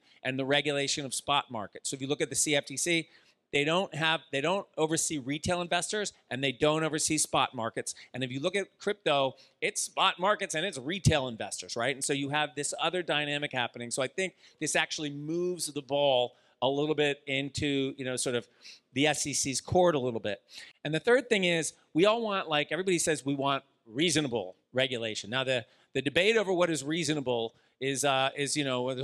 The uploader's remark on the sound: This episode is a recording of a panel from Art Basel. Hosted by Securitize.